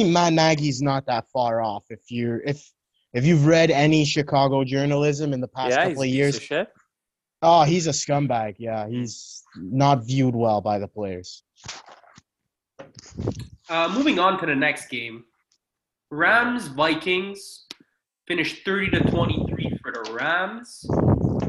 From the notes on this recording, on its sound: We’re doing the pod through Zoom today because of a little COVID outbreak.